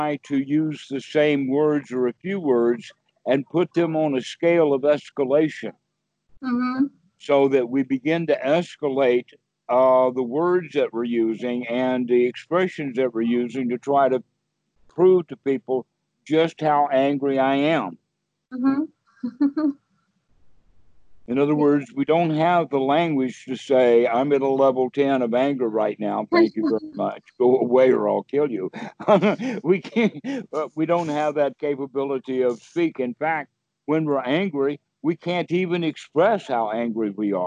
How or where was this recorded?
video call